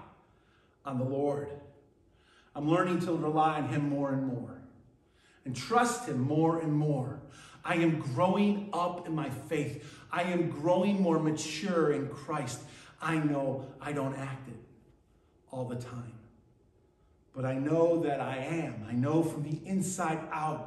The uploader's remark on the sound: at Burlington Christian Church on October 22nd, 2023